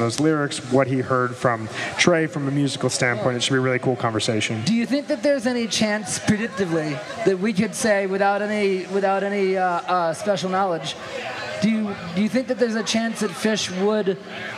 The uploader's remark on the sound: This is a special episode that was recorded in the Dick's lot